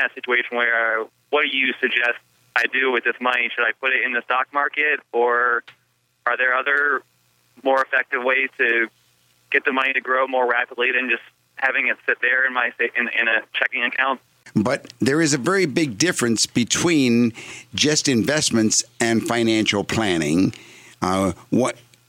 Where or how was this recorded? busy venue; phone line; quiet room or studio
phone line